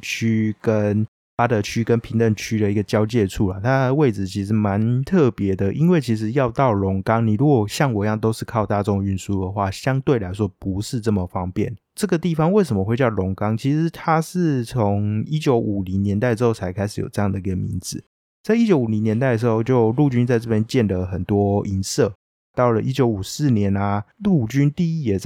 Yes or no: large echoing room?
no